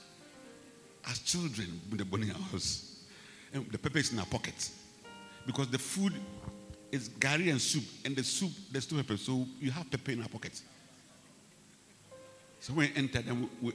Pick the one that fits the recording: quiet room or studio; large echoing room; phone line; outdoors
large echoing room